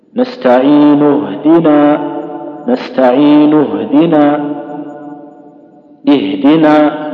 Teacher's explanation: متى سمعت الهمزة؟ في حالة الابتداء، لكن في حالة الوصل سقطت. نستعين اهدنا، إذن همزة الوصل لا يؤتى بها إلا في ابتداء الكلمة.